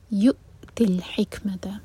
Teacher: حمزہ پر cut off sound, ہیکپ جو sound ہوتا ہے لیکن جھٹکا نہیں ہوگا، قلقلہ نہیں ہونا چاہیے.